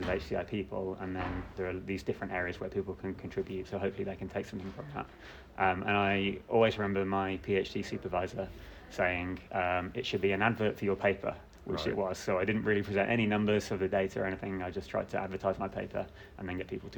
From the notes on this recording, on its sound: From the CHI2023 Human Computer Interaction conference in Hamburg. Conversations at CHI 2023 in Hamburg. From the CHI2023 Human Computer Interaction conference in Hamburg, I chat in-person with five attendees.